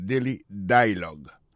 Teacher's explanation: Alors, accent tombé sous premier syllabe là